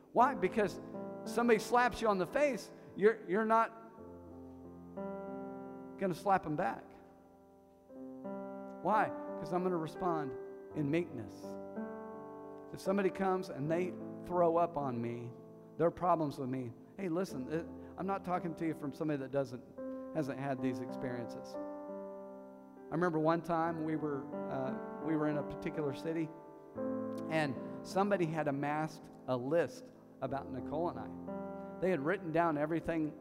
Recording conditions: large echoing room